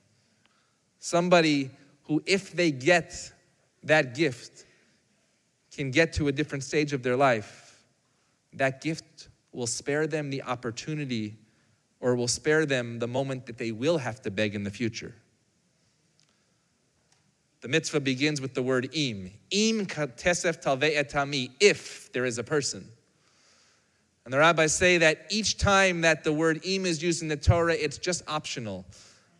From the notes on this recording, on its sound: Recorded live on Shabbat.